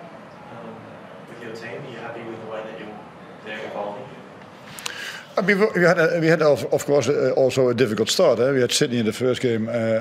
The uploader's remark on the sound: Post-Match Press Conference. Hyundai A-League.